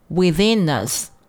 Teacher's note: Within 和 us 连读，辅音和元音